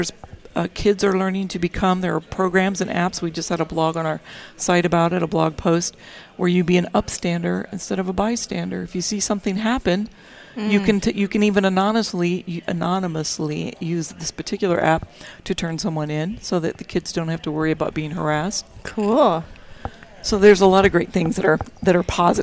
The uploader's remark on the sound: Join VoiceAmerica Live as we Broadcast from the Spring Digital Hollywood event with special guest and hosts on site in LA.